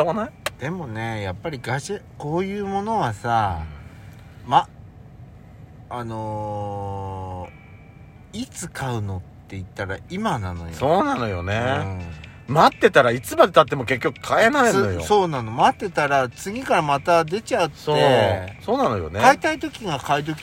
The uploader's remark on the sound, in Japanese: パーキング収録。From Radiotalk。